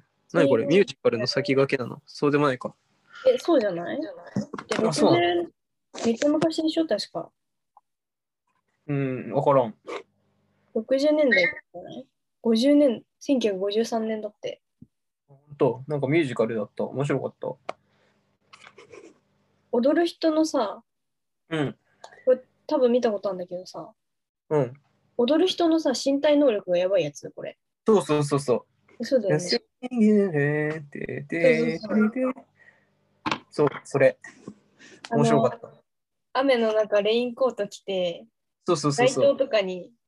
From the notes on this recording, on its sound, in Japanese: 相方がコロナに感染したので、療養ホテルから初リモート収録です。